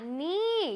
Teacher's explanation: K가 여기서 소리가 나지 않습니다. silent예요. 그래서 K 소리가 큰 소리가 나지 않고 그냥 knee라고 읽어요.